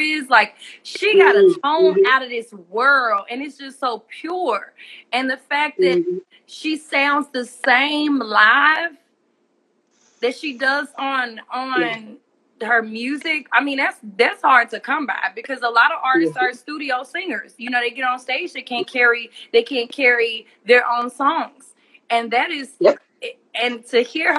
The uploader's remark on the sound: in a special Instagram Live #WFH edition